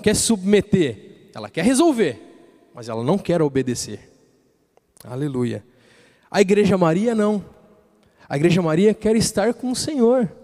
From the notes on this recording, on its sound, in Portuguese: Culto Terça Vida, dia 16/06/2020 na Igreja ABA Blumenau (Transmitido ao vivo)